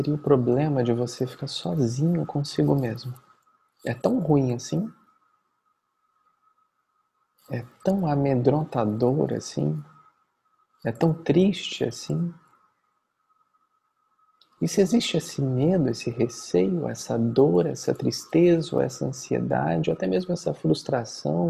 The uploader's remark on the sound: Online via Zoom.